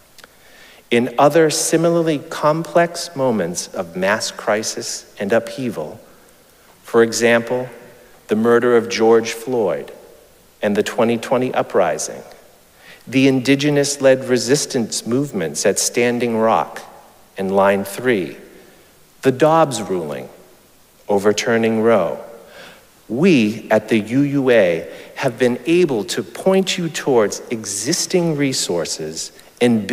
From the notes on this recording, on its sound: Recorded live at Arlington Street Church